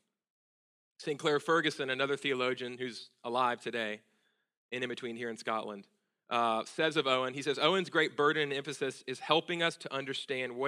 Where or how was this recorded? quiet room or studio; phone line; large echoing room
large echoing room